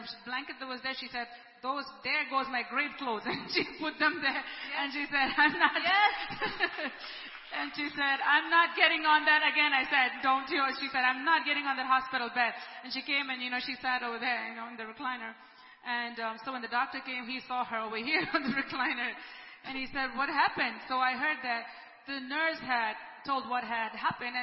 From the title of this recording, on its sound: ELBIM Church Sunday LIVE Stream Audio